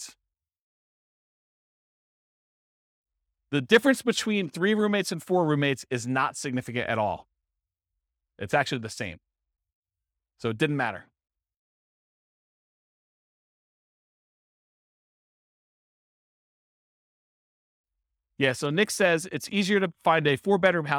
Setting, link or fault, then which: setting, live audience